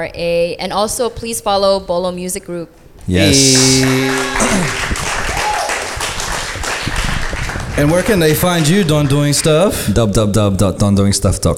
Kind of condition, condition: setting, busy venue